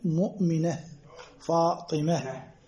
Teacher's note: والتاء تنطقها هاء ساكنة